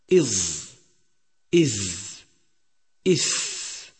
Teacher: لاحظ أخي، إذ إذ إث، أو بمعنى آخر تخرج ما بين ظهر اللسان مما يلي رأسه وبين رأسي الثنيتين العليين، ويجب أن يلامس رأس اللسان طرفي الثنيتين العليين وأن يبرز قليلا حتى يمكن أن يراه الناظر · هذه الحروف الثلاثة تخرج من طرف اللسان جهة ظهره مع طرفي الثنيتين العليين · Term: مخرج الظاء والذال والثاء